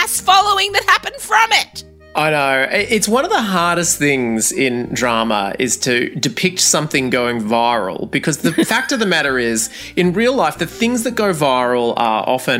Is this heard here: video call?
no